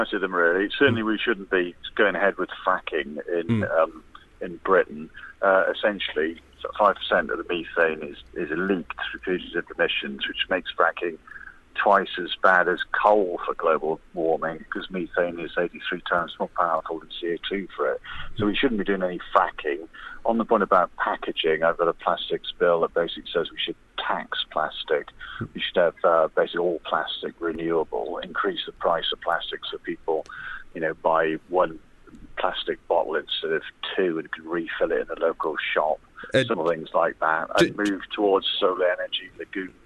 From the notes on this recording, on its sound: Was on the phone.